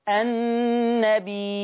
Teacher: قرأ ورش باثبات الهمز في لفظ النبيين